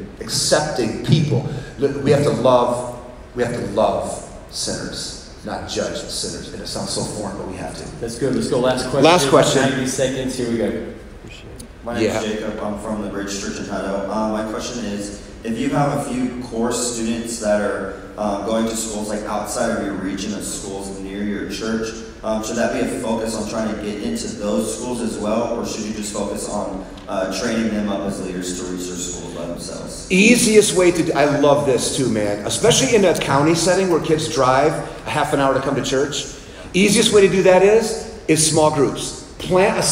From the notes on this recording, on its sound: Live Audience At Texas Camp. We took a break at Camp in Texas and did a live podcast with 150 leaders.